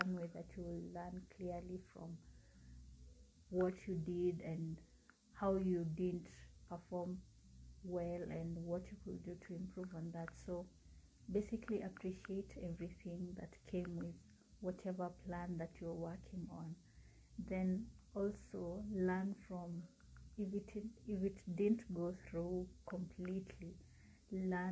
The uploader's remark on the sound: apologies for the background